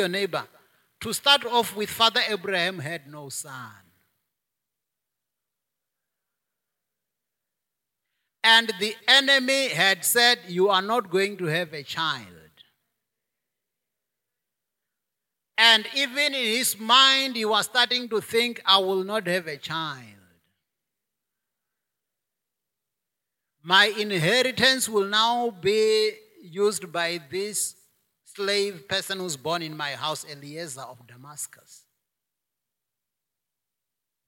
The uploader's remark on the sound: preached at Jesus the Saviour Church, Kuilsriver Branch, Cape Town on 26 September 2021